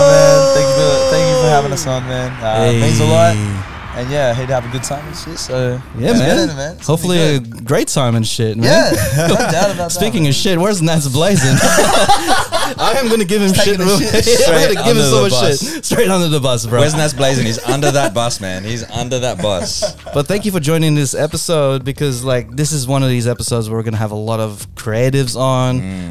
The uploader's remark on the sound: Live at the Lord Gladstone Hotel